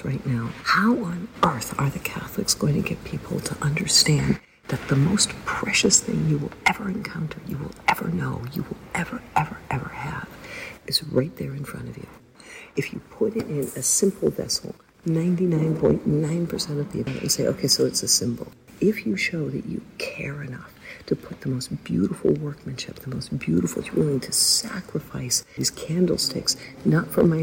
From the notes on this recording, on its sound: We spoke, sometimes sotto voce , inside the little church, with tour guides and visitors swirling around us. Apologies for the inevitable background noise.